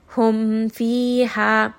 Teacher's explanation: If we have the word hum fiha, so here I am not going to merge the mim, I'm not going to hide the mim, I'm not going to add additional ghunna, I'm just going to say this simply as I would.